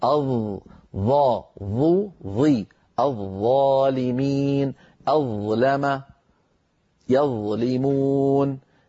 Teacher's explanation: الظاء من طرف اللسان مع أطراف الأسنان العليا الأمامية